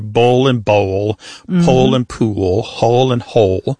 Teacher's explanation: For example, in the pairs that we talked about earlier, bowl and bowl, pole and pool, hole and hole, they all end in that L sound. And that L at the end of the syllable is what is known as a dark L. So the physical act of pronouncing that dark L kind of requires the back of the tongue to raise toward your soft palate.